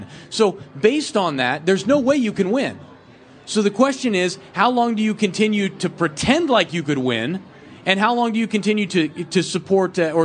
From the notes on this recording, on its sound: A podcast recorded live in Los Angeles at our special “Liberty Behind the Lines” event. They spent an hour taking questions from fans in attendance.